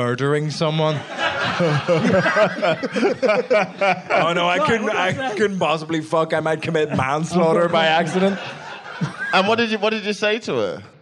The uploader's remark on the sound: Live in Leicester. This episode was recorded LIVE at the Leicester Comedy Festival. Some truly shameful audience members.